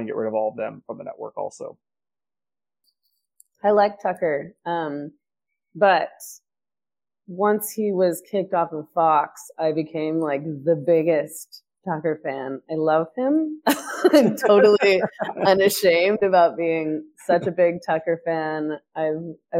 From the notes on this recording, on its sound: Unfortunately the mic quality is low in this interview, on account of a tech mishap.